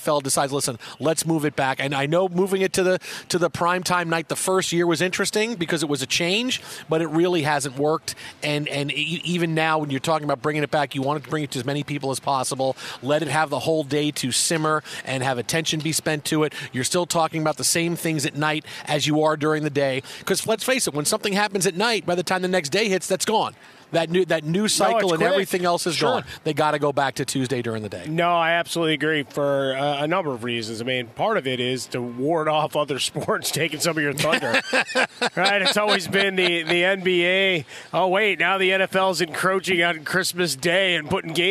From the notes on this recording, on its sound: joins the show live from radio row